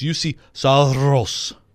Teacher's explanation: So the R sounds almost like a D. · with a single tongue trill on the R